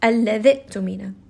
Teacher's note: So we go straight from the dal to the Hamza, and the alif is not recited.